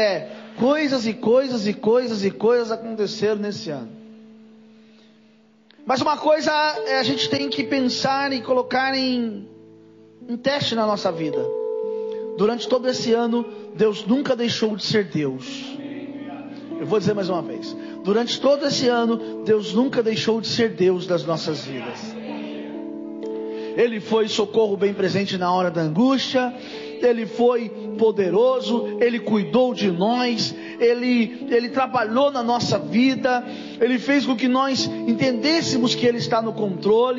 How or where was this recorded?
large echoing room